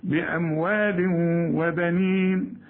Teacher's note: تنوين وبعد واو الواو من حروف الادغام